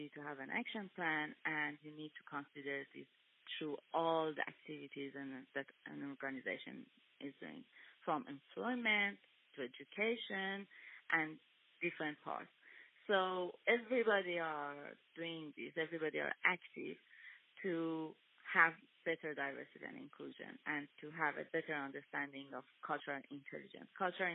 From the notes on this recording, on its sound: Telephone interview originally aired on 94.1FM 3WBC.